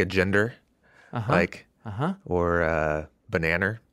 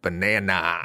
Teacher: the British always put kind of an R sound behind words that end with an A · Shown in: first take